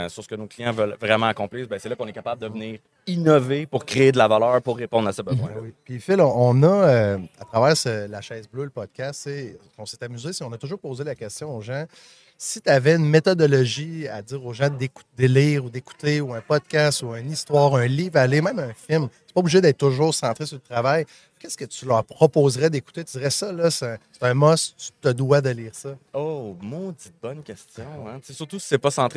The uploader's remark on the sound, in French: MXO en direct de Stratégies PME.